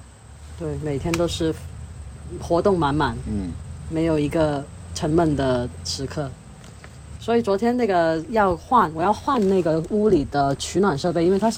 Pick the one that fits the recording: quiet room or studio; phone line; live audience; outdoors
outdoors